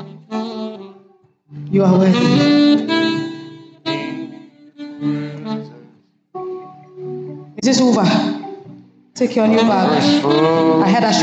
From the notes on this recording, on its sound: Sermon preached at CBC, Adabraka Campus